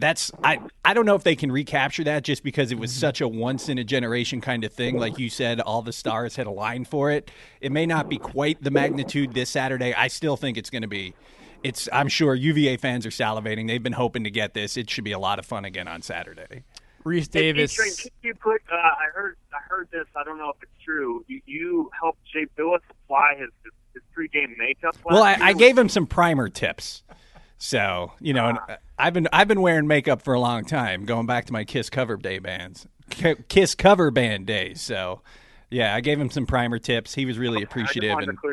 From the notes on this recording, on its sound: joins us by phone